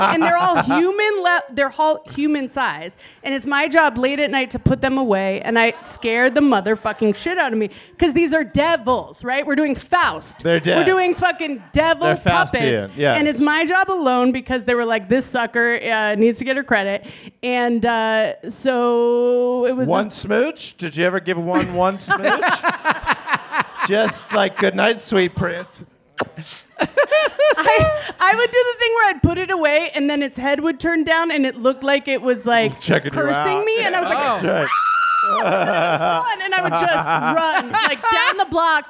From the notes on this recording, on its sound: It's Bananas live at the Elysian Theater for the second annual Splitty in the City!